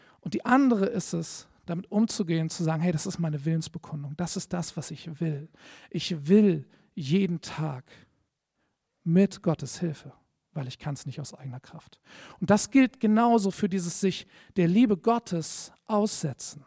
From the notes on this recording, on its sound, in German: Predigt im Rahmen des GreifBar+ Gottesdienstes